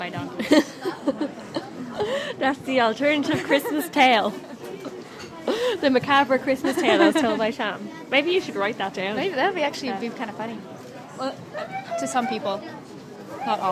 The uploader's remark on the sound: The sights, sounds and history of the Old Rixdorf Christmas Market. For just one weekend during the advent season, the Rixdorf Christmas market draws people from all over the city with its mixture of traditional crafts, entertainment and, of course, glühwein (German mulled wine).